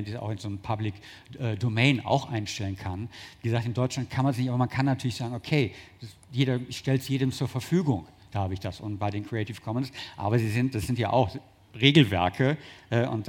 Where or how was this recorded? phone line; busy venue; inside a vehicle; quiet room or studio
busy venue